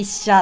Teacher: 最初の音節が高く、それ以降の音節が低いものでございます。 · Term: 頭高型